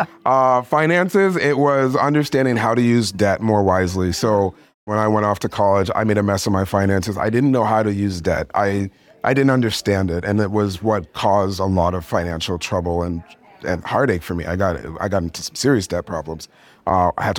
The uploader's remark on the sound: Recorded at FinCon 2023 in New Orleans, I roamed the halls of the nation's biggest personal finance conference, getting up close and personal with attendees and speakers.